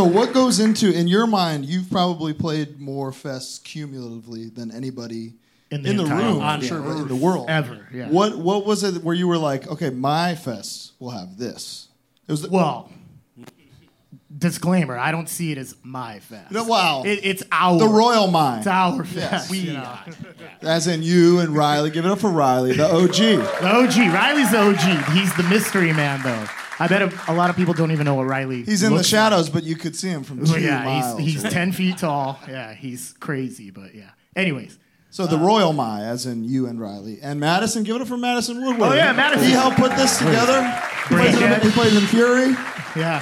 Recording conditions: live audience